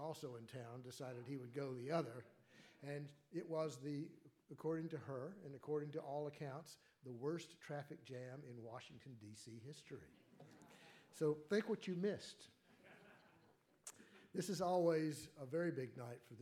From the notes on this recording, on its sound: The 2014 Goldsmith Awards Ceremony | Institute of Politics.